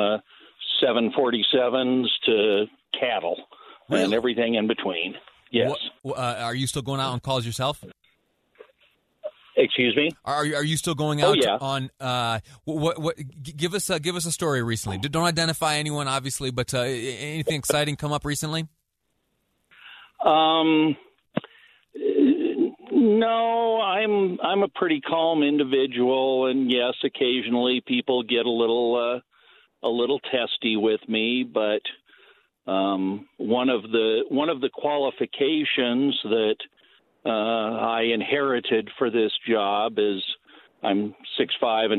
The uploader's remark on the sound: the phone lines are open to talk to listeners